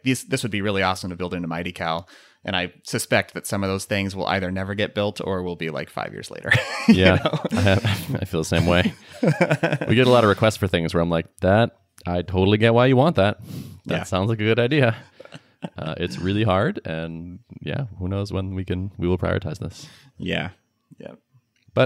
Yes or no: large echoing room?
no